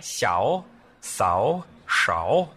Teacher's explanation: And the inflection was intentional. It has to dip and rise.